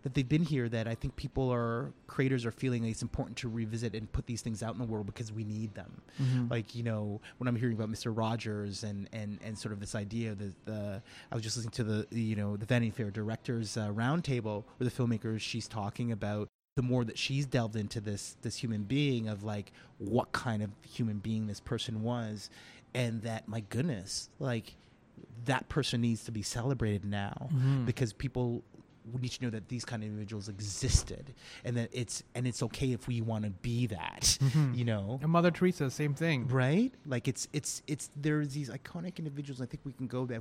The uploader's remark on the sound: Recorded: Thursday, March 7, 2019 at 11:30 am (EST) at Paintbox Bistro